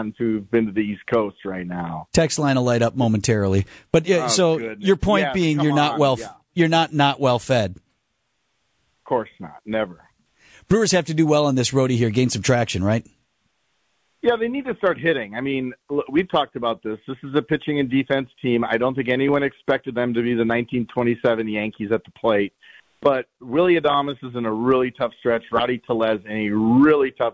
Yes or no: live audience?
no